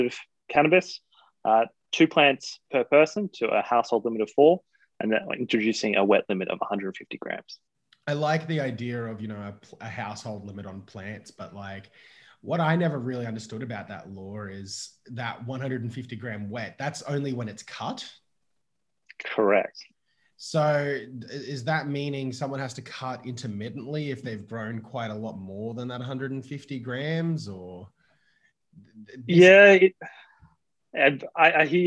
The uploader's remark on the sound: We chat over zoom